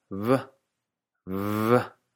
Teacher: Antes del siglo XV hacia atrás, algunas personas todavía distinguían, diciendo la B como B, B, y la V como V, V. Ojo, no como en inglés o francés, con labios y dientes, V, sino como nuestra B entre vocales, V. Pero como sea, para leer el Quijote, puedes leer las Bs y las Vs tal cual lo harías hoy en día.